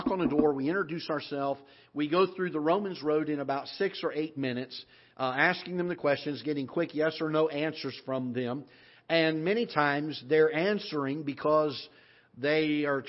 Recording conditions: large echoing room